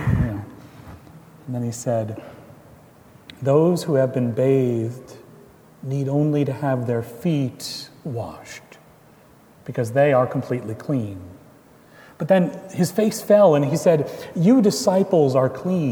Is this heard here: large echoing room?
yes